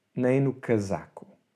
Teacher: Nem no casaco... Casaco, S between vowels, becomes a Z sound. Z.